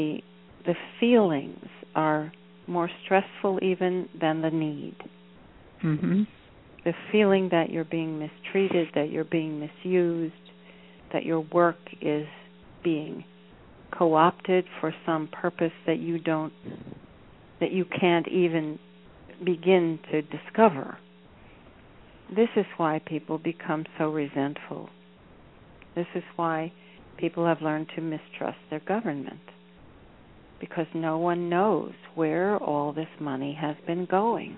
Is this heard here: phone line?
yes